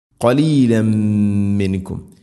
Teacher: തവല്ലൈതും ഇല്ല ഖലീലമി, തൻവീനു ശേഷം മീമ്, തൻവീനിനെ മീമിലേക്ക് ചേർത്തുകൊണ്ട് മണിച്ച് ഉച്ചരിക്കണം